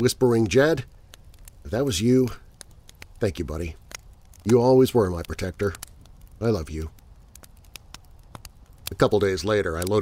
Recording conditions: outdoors